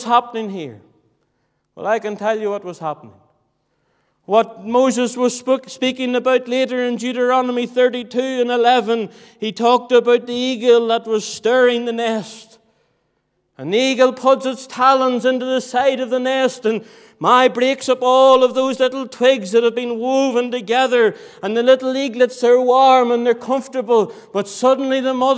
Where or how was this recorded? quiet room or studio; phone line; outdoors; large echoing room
large echoing room